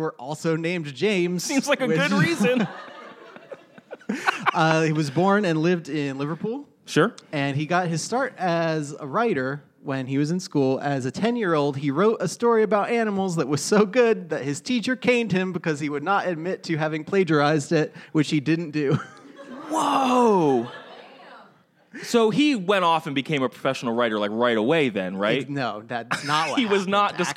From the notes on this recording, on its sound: Live from Philly. Was recorded live at the 6th Annual Philadelphia Podcast Festival.